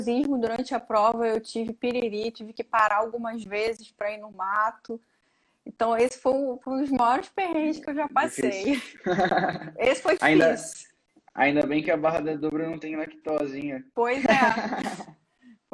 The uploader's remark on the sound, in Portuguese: durante uma live, que rolou em nosso Instagram